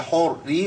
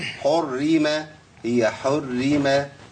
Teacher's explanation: الراء مشدده بالكسر، يبقى عندي رأيين مرققين · Shown in: first take